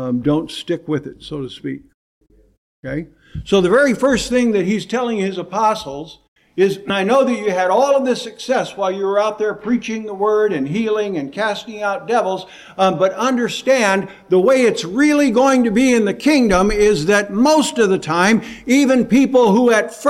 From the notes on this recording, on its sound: preached in 2018 at Bethel PBC in Calabash, NC